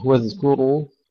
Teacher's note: نرقق الذال والكاف، وأيضا الذال فيها رخاوة لا نقلقلها